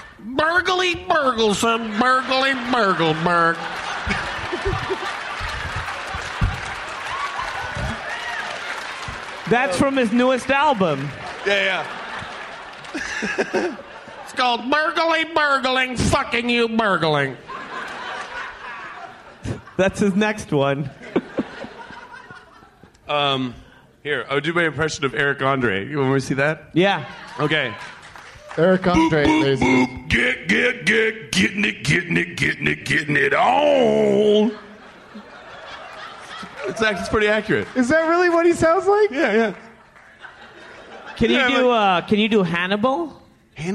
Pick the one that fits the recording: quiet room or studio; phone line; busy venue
busy venue